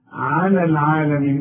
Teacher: على العالمين الياء بنلغيها لانها سكنه واللام سكنه